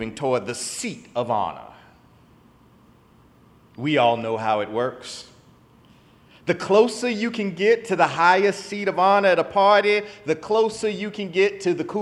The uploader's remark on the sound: in the Memorial Church service at the Knafel Center